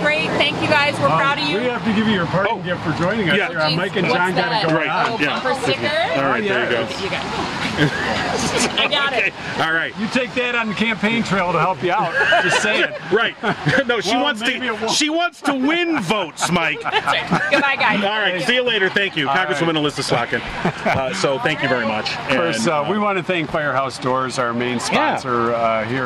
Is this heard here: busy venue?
yes